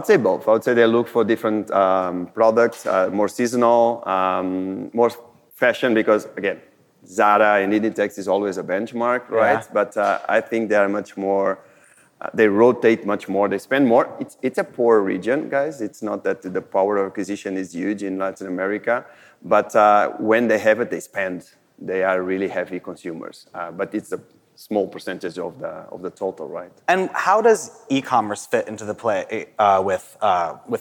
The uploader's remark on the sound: This episode was recorded live at the Modern Retail DTC Summit held in Miami.